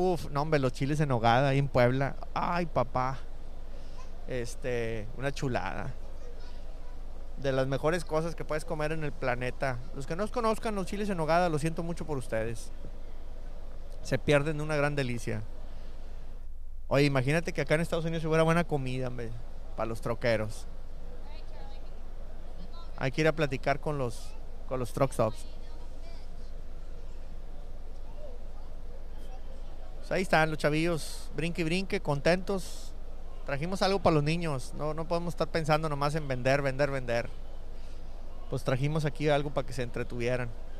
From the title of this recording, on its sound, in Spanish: Live desde expo en Kentucky